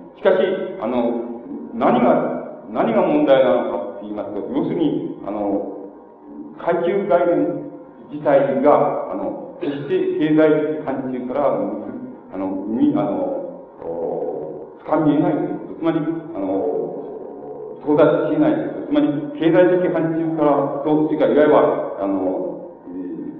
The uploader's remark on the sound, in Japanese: 場所：岐阜大学。明治大学駿台祭での講演。音源は客席から録音されたもので 音質はあまりよくない。